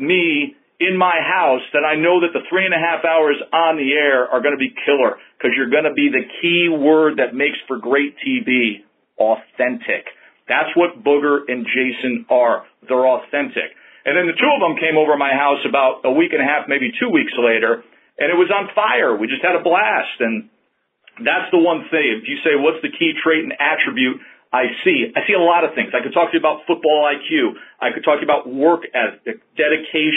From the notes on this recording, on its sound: ESPN conference call